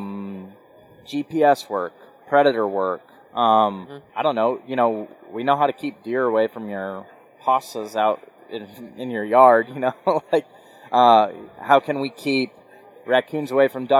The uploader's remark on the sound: This episode was recorded at the latest Duck Hunters Expo in Little Rock, AR.